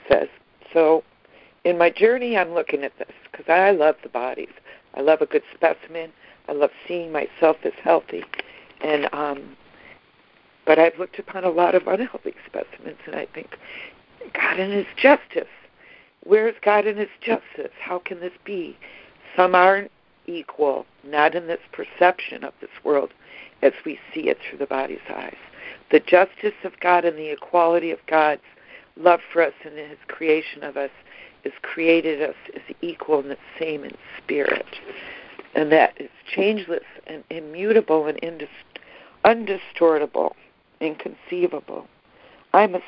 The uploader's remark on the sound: ACIM Daily Conference Call